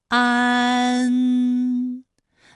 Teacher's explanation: 了不少前后鼻音的词语，咱们正好一起来对照看一看。拙政园这个词语，你知道哪个字是前鼻音，哪个字是后鼻音吗？大家可以跟我再读一遍啊，拙政园，长出来了吗？对了，园的韵母是乌安，它就是前鼻韵母。正是后鼻韵母，嗯，之嗯，正。同样啊，还有前鼻韵母的有扩建的建，基岸建，它的前鼻韵母是一安。自然的然，前鼻韵母安。好，那么关于带安的前鼻韵母啊，我们再放到一起对照，再来看一看它们的发音要领。首先，安发音的时候呢，起点元音是前低不圆唇元音啊，舌尖抵住下齿背，舌位降到最低，软腭上升，关闭鼻腔通路啊。那我们从前啊开始，舌面升高，舌面的前部抵住硬腭的前部，当两者将要接触的时候，软腭下降，打开鼻腔通路，紧接着舌面前部与硬腭的前部闭合，使在口腔受到阻碍的气流从鼻腔里透出，口型由开到合